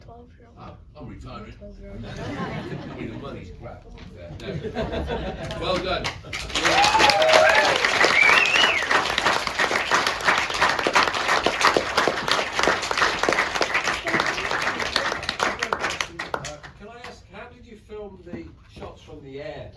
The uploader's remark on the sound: The Q&A sessions from our Kandu Arts Reel Cinema film festival, that took place last Friday in Reel Cinema Chippenham.